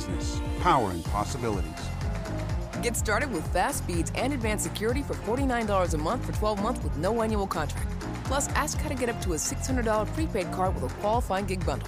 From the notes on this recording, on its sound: Sunday The Locker Room broadcasts Live from the Tropicana in AC. Broadcast Live from the Caesars Sports Book inside the Tropicana in AC.